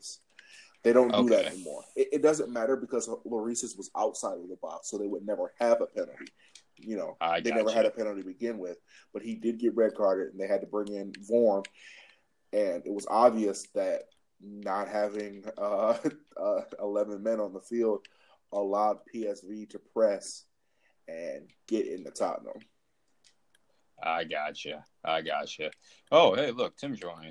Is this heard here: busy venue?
no